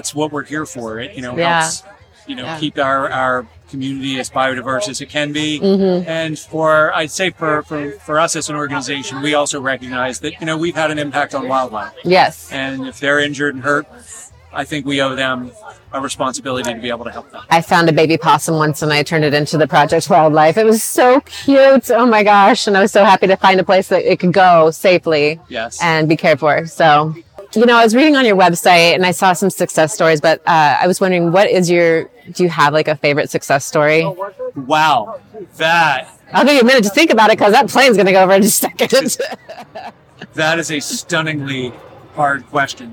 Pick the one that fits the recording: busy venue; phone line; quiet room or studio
busy venue